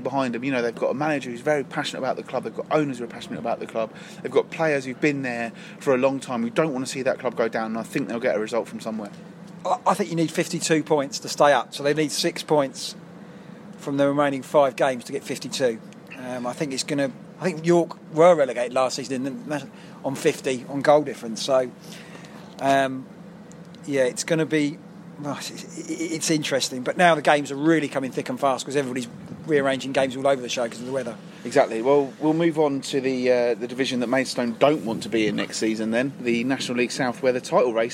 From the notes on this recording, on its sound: took up residence in their favourite beer garden for the third time to do a live record